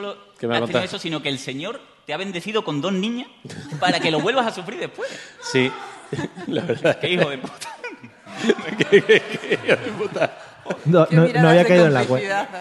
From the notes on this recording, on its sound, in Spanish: Episodio muy especial grabado en directo en las XI Jornadas de Podcasting en Málaga.